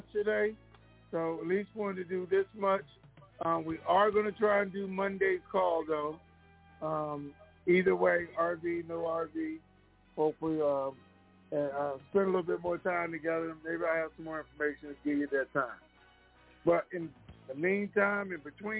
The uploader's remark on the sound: TNTSuperfantastic Mini-Conference Call